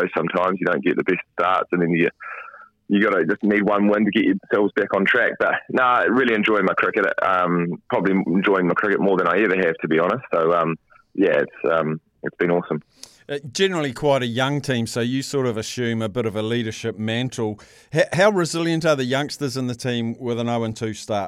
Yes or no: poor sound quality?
no